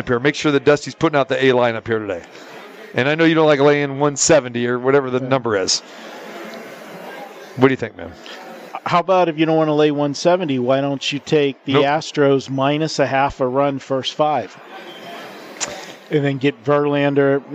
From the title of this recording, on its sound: Live from the Super Book at the Westgate Las Vegas